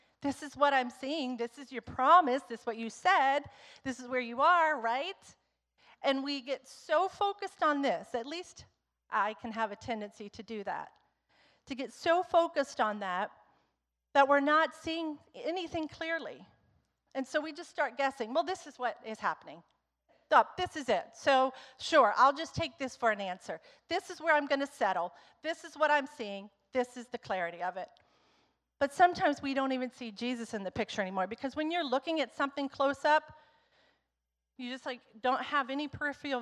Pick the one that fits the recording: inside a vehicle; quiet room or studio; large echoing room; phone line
large echoing room